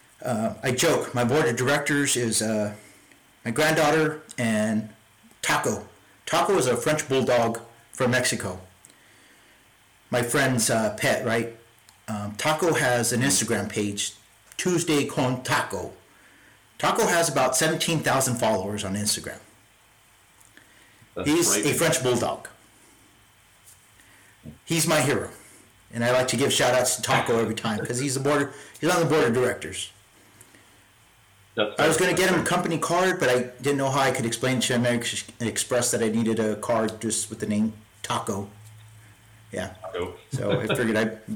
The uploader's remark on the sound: My apologies for the sound quality, I'm am self-teaching on how to edit the audio.